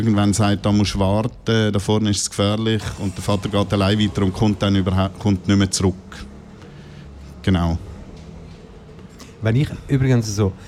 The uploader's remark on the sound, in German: Fantoche 2023. Festivalausgabe live aus dem Merkerareal in Baden.